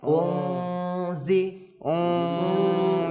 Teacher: জা আসার কারণে উন থেকে উম জি